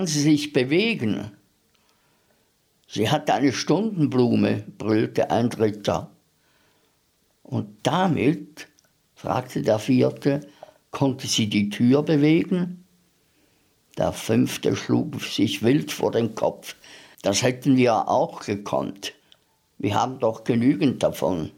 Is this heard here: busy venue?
no